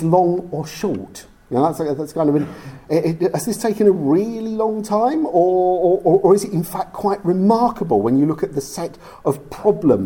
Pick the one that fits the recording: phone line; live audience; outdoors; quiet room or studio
live audience